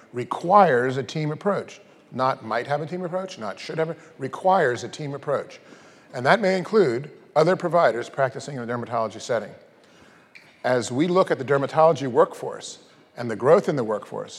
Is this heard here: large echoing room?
yes